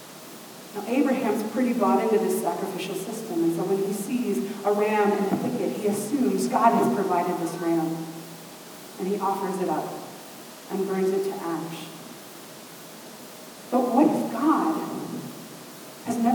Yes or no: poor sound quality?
yes